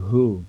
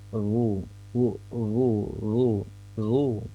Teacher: Kalau hu huruf ha itu makhrajnya di tenggorokan dalam, kemudian huruf ghain itu di tenggorokan luar.